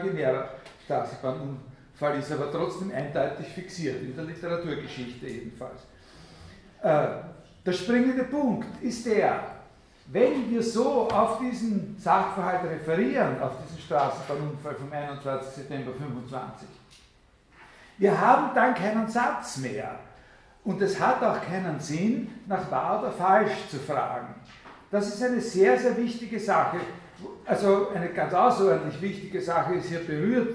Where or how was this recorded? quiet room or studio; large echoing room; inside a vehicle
large echoing room